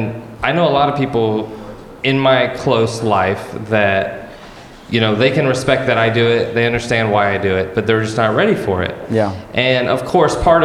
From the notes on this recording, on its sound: On this very special live episode recorded at Art of Consciousness, an Earth Day Celebration of Visionary Art, Music and Culture in San Antonio.